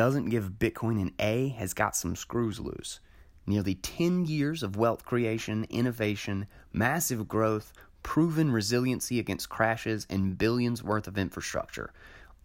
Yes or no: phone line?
no